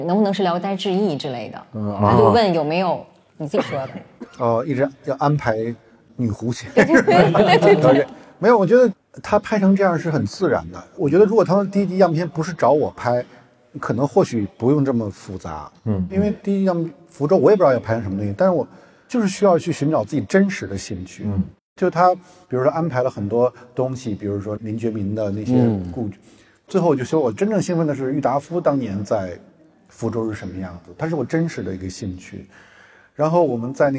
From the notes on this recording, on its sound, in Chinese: 在《何不秉烛游》的线下放映互动活动中